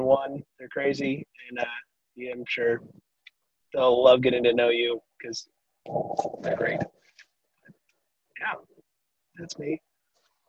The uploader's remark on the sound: This is a zoom meeting we had